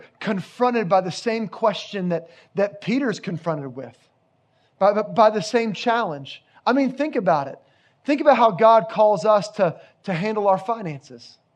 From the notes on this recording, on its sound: Location: Grace Bible Church Creekside